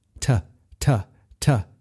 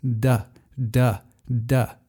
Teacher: So the first one is that the T is unvoiced and the D is voiced